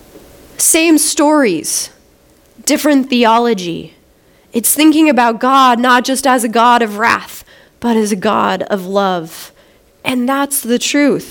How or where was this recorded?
large echoing room